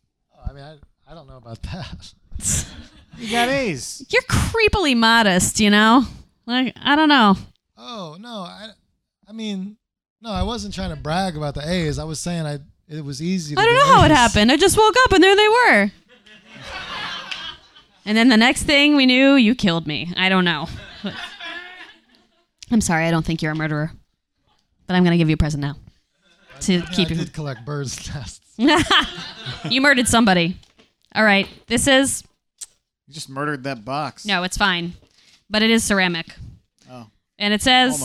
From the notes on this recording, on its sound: Live from Q.E.D. In Astoria. A special musical performance.